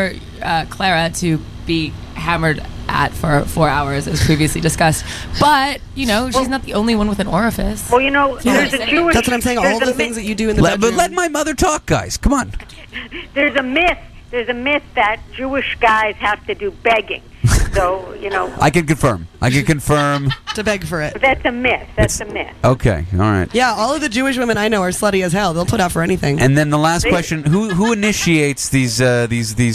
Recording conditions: phone line